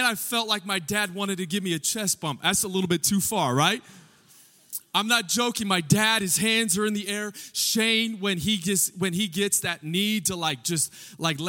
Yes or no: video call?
no